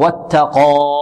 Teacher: والتاء مرقة وقاف مفخمة